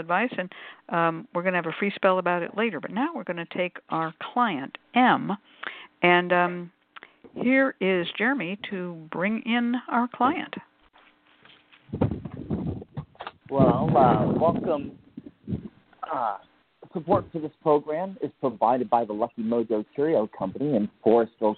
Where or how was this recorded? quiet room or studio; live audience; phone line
phone line